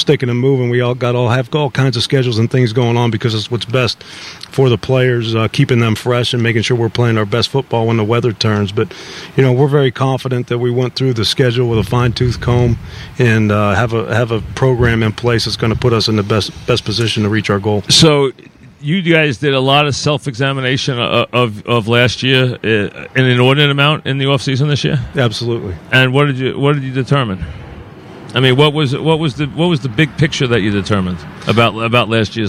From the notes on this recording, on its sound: Live from Giant camp.